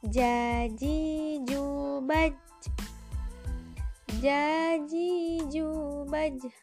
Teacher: lidah menyentuh pertengahan langit-langit bagian atas · Term: huruf ja